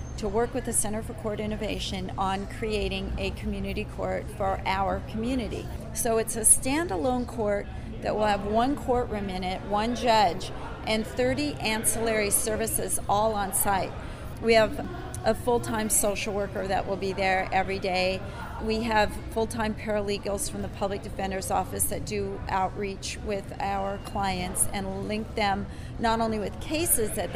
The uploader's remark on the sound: sorry for the background noise, but we’re in a hotel lobby.